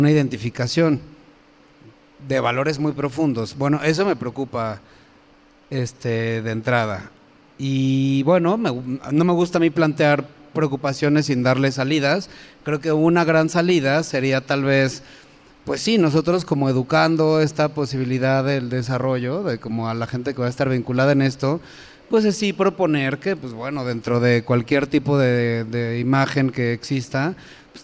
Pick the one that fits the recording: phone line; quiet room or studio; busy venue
busy venue